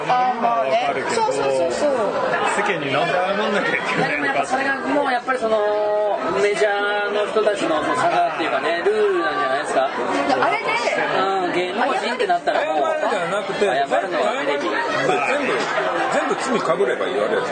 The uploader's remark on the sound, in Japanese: ふらっと居酒屋収録しましたが…雑音が…、大丈夫です、人間はすぐに適応できます。